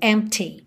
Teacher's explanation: O P é mudo, tá? E o T é marcadinho.